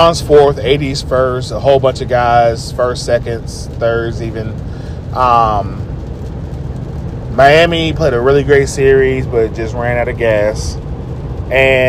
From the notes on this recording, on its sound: Self produced, self recorded (while driving), and self edited.